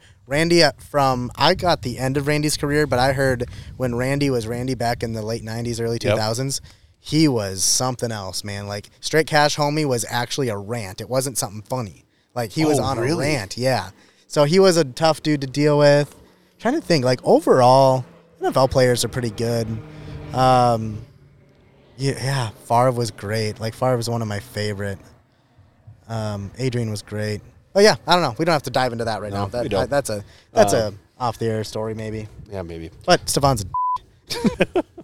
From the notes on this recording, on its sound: Back to back weeks recording at a golf course. Out at the Gravel Pit Golf and Event Center.